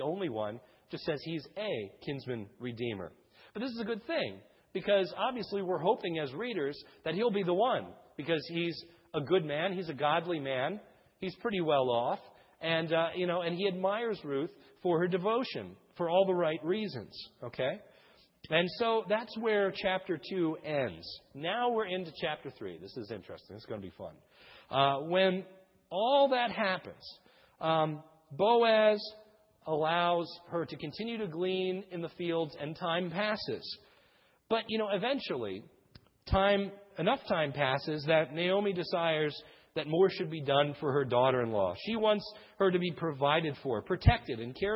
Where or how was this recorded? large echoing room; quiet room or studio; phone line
large echoing room